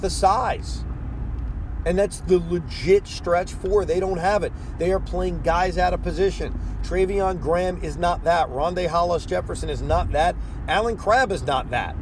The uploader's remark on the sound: While driving home from Barclays Center.